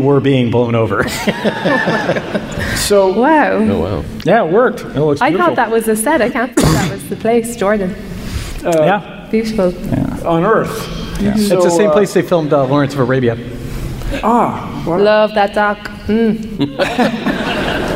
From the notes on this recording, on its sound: StarTalk Live! from SF Sketchfest 2016. Recorded live at SF Sketchfest.